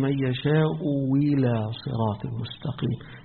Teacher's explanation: يبقى بالتسهيل للهمزة الثانية وبإنها تبقى تتحول لواو فيها